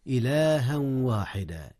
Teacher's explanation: والإدغام هو نفسه، إلها واحدا ونحن، التنوين في الواو، إدغام بغنة